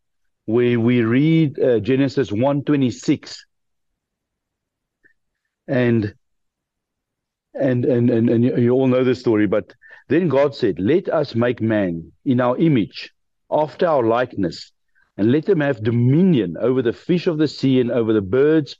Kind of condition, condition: link, video call